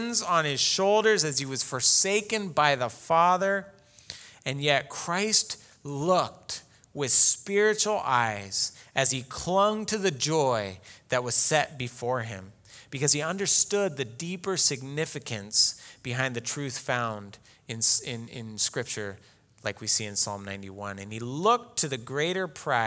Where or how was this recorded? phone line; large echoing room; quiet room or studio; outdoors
large echoing room